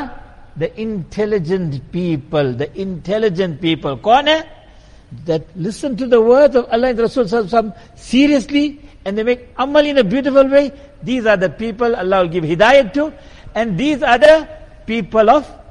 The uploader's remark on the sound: Jumuah lecture at Masjid e Quwwatul Islam.